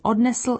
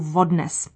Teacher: He drops the L in the past tense of the verb odnést, to carry away, and inserts a V at the beginning · Shown in: second take · changing odnesl into vodnes. · Term: central Bohemian dialect